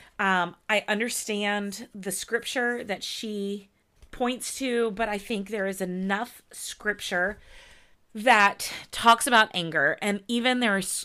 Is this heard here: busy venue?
no